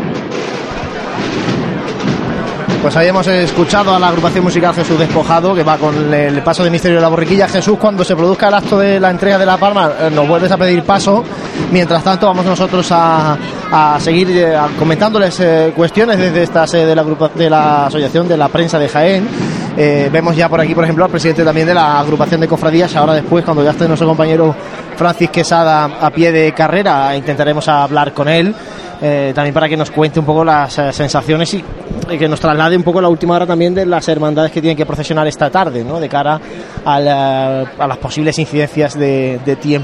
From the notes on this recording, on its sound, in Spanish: Conexión en directo con el Acto de las Espigas de la Cofradía de la Estrella. Chicotá del Paso de Misterio al final de la calle Rastro. Cruz de Guía en Plaza de San Ildefonso con una hora de adelanto, el Palio comienza a andar por Ramón y Cajal.